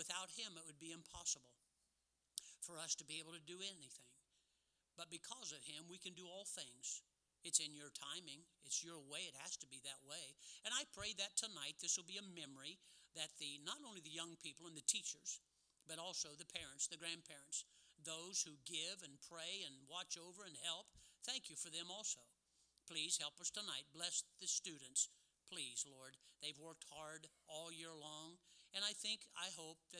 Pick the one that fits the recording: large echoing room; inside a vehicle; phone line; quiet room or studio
large echoing room